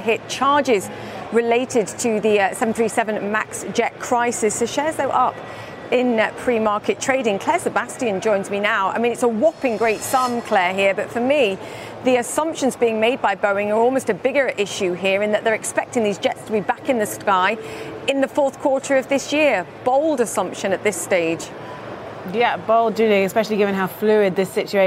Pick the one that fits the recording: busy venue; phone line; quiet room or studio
busy venue